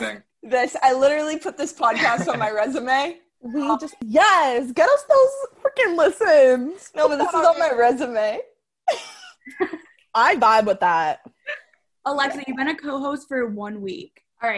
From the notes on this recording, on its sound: Apologies for the audio quality, that’s on zoom.. It’s all zooms fault!